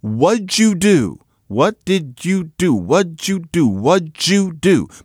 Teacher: And so, D might become D, and D might become J. That's just what happens.